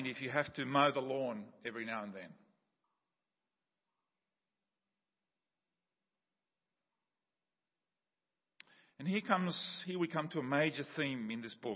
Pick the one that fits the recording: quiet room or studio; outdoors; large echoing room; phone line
large echoing room